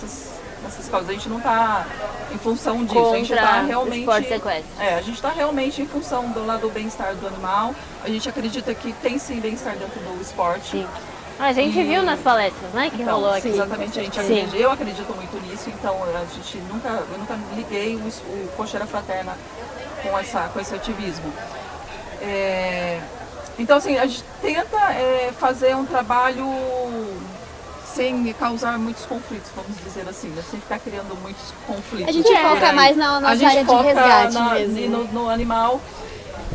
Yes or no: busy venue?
yes